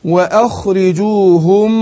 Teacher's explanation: الهمزة مرققة تمام، اقول وآ واروح مفخم الخاء، لكن ما اقولش وأخ وآ، لا وآ، يبقى رقق الهمزة · Term: تفخيم